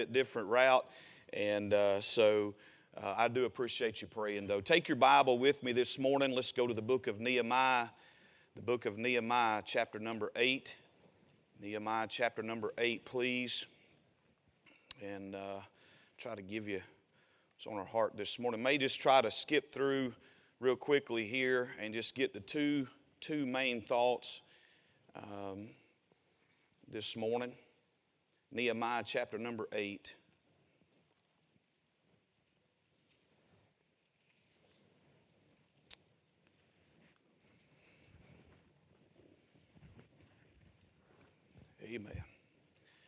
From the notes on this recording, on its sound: A sermon preached Sunday Morning during our Spring Jubilee, on March 26, 2023.